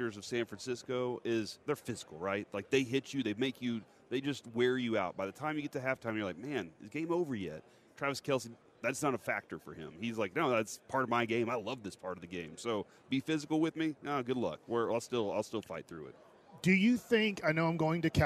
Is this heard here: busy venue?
yes